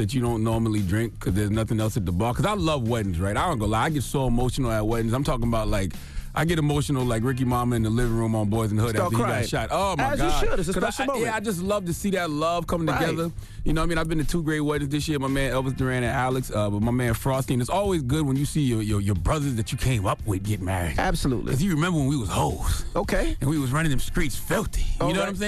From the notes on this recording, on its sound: Today on the show we opened up the phone lines